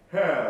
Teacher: R をね、もし可能だったら少し余計に巻いてください